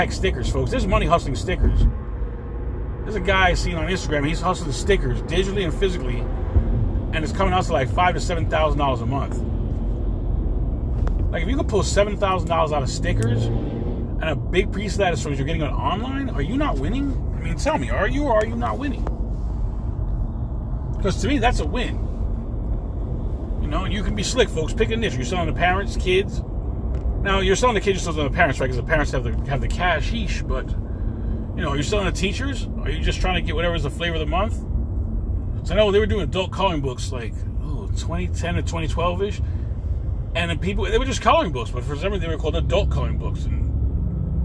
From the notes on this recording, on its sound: In this CarCast